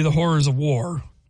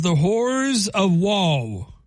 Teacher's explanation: the R on war comes out as a W · Shown in: second take · Term: Detroit accent